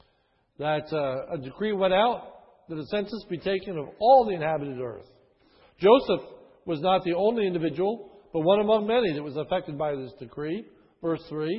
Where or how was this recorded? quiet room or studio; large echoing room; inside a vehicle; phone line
large echoing room